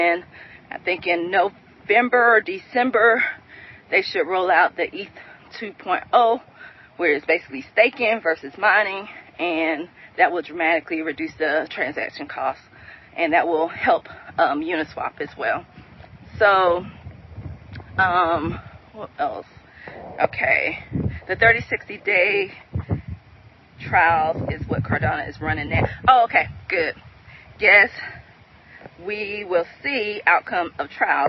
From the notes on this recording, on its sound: I'm walking out here and I'm very precautious of snakes. I am walking in the park while recording.